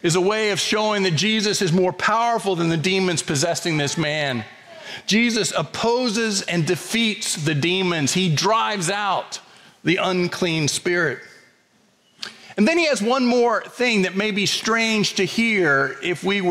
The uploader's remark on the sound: preached on Sunday, February 4, 2024 at First Presbyterian Church of Allentown